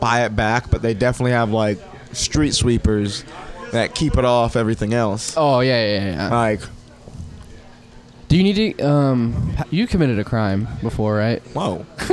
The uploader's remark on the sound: Recorded at the world famous Shantytown Pub before the open mic Mondays.